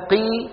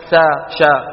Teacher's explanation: قي أفخم ولو كانت مكسورة · Shown in: first take · فهي وإن تكن بأدنى منزلة فخيمة قطعا من المستفلة فلا يقال إنها رقيقة.